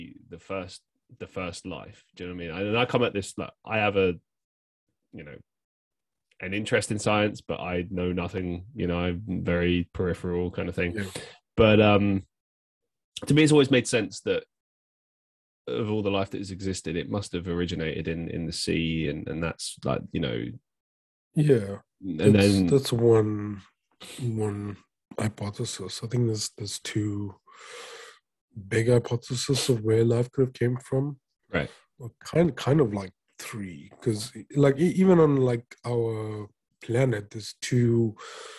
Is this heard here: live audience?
no